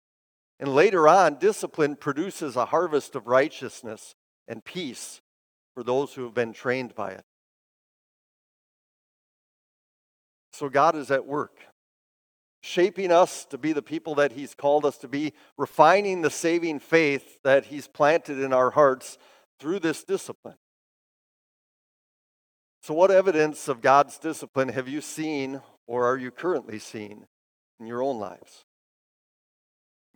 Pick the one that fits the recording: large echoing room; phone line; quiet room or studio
large echoing room